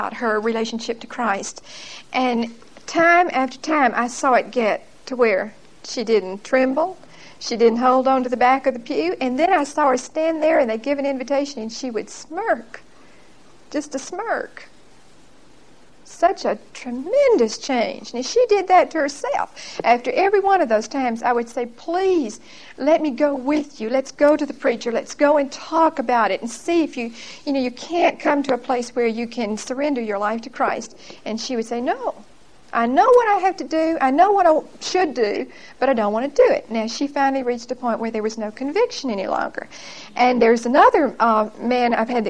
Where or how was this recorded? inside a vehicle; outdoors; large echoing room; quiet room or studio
large echoing room